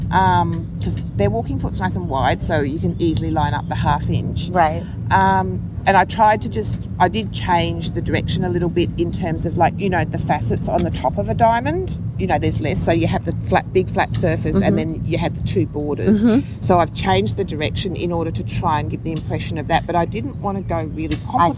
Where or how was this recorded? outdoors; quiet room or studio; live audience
outdoors